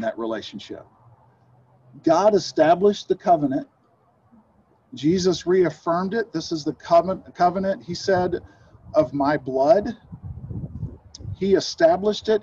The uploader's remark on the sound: Zoom Sunday